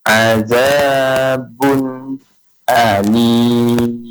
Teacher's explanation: jadi tidak berdengung panjang dia izhar ini